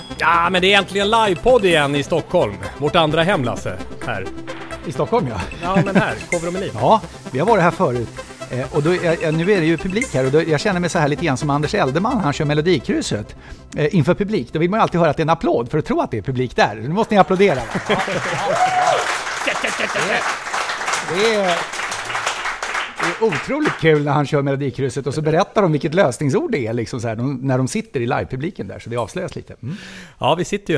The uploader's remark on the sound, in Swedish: inför livepublik